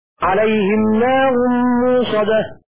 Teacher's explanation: بإبدال الهمزة واوا كذا موضع الهمزة. إنها عليهم موصدة.